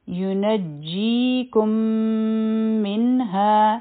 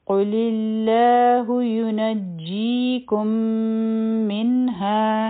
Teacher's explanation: بیا دی کوم د دې نه پس میم مشدد دی نو دلته کې به د میم د میم سره ادغام کیږي نو دا به شي یونجیکم منها میم او نون به یوځی